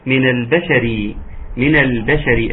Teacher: الباء مرققة والشين مرققة والراء مرققة · Term: الراء المرققة